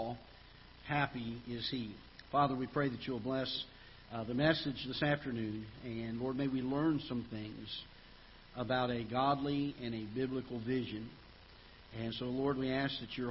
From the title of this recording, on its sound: Ketha Heights Baptist Church ~ Live Broadcast